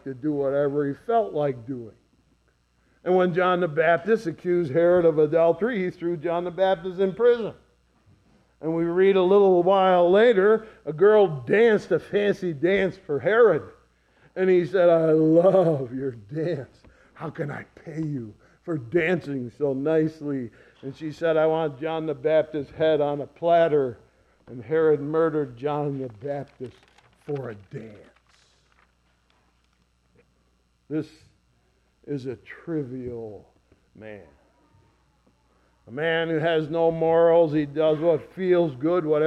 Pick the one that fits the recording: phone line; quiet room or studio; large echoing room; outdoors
large echoing room